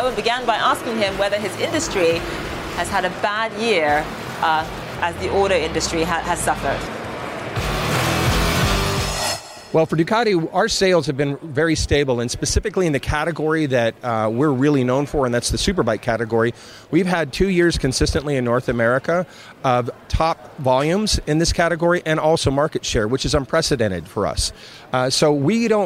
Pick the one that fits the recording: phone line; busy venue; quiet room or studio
busy venue